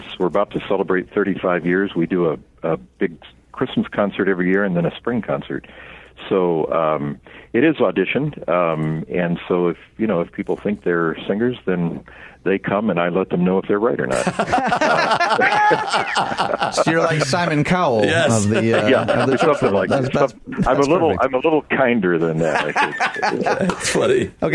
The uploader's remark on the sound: We are joined via phone.